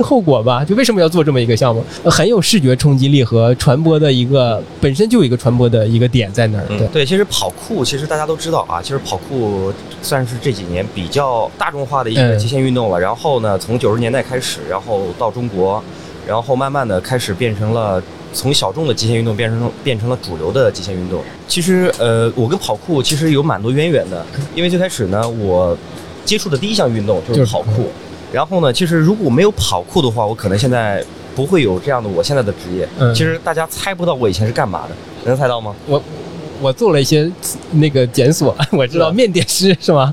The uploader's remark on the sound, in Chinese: 越·野Talk来到OUTDOCS中国国际户外影像嘉年华在佛山的现场，进行了长达12小时的播客直播录制。我们将这些现场录制下来的音频发布在这里。